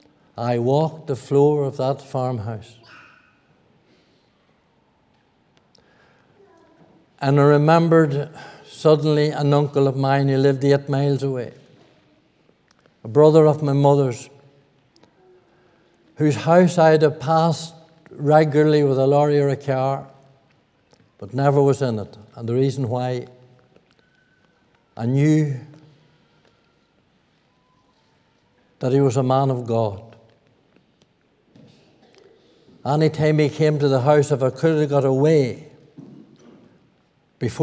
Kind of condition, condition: setting, large echoing room